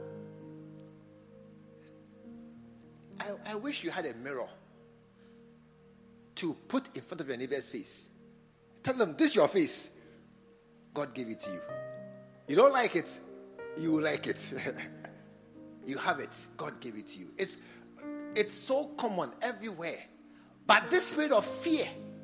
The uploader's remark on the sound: Preached at the True Vine Cathedral, Bantama.